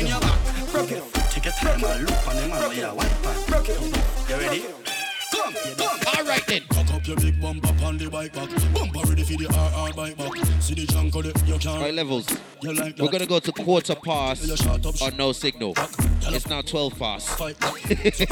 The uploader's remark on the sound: Shorter Than Usual Live At Dancehall Brunch in Huckster in Paddington Saturday Afternoon.